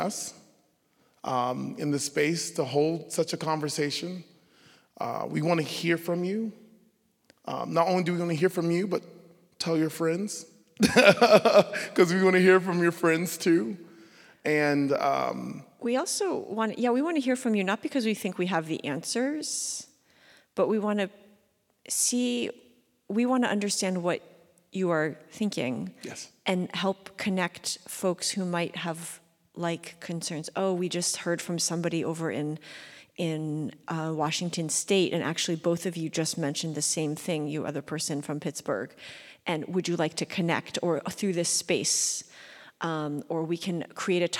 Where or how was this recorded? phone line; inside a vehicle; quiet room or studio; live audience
live audience